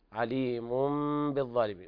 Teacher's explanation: هذا إقلاب لوقوع الباء بعد التنوين، عليم بالظالمين، ويلاحظ إطباق الشفاء بدون كز، عدم الفرجة، ويقرأ بالإطباق بدون كز، لأن هذا الكز يحول الحرف إلى الإدغام، فلا بد من تلامس الشفاء تلامسا خفيفا.